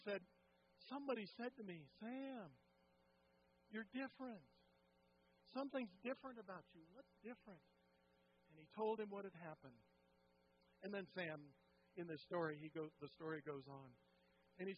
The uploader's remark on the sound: Woodland Life Church Live